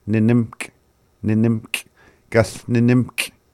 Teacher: So you'll notice that with words like this, if a speaker is fluent and they are rapid speech, they could say it fast enough that you don't really hear the first nim in there. It sounds like nih.